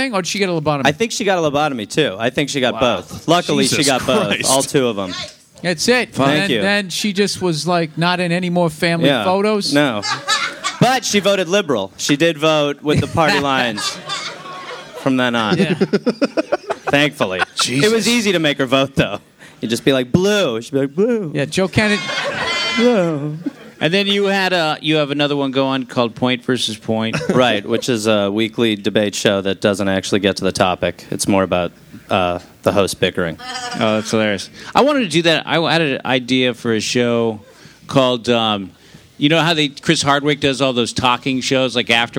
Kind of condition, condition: setting, live audience